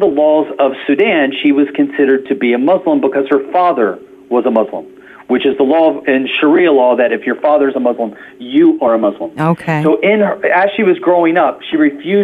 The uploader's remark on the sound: Modern technology allowed us to connect on the phone for the interview, even though he was on a cell phone, thousands of miles away on the border of Turkey. Both his message and the phone signal were powerful, delivering a crystal-clear voice from the workings of God.